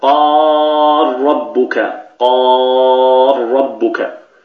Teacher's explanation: تدغم اللام في الراء فيصير النطق براء مشددة · Term: الإدغام الكبير